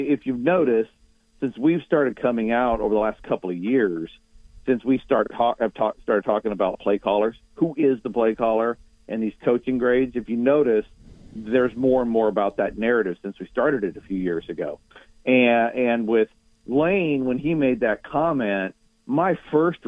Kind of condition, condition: link, phone line